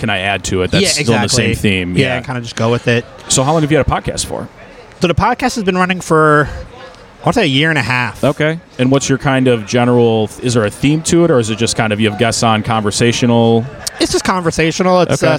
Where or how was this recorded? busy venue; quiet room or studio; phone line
busy venue